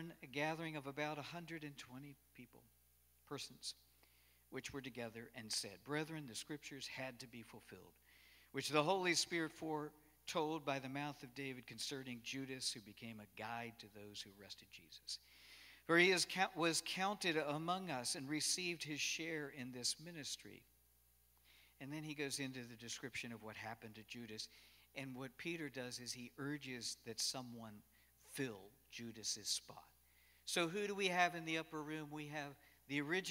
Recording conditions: large echoing room